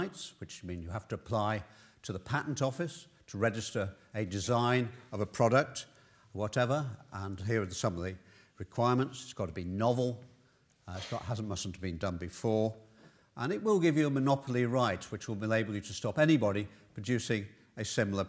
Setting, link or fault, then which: setting, large echoing room